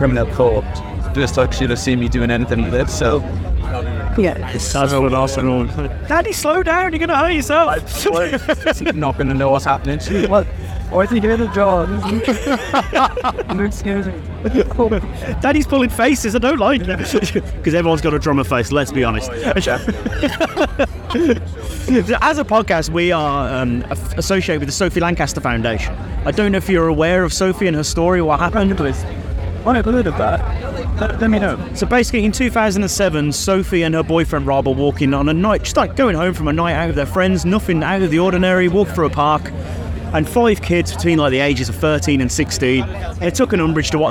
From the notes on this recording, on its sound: Live from 2000 Trees 2023